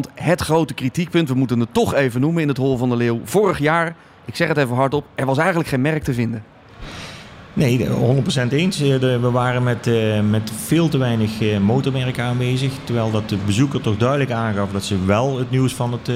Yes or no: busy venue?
yes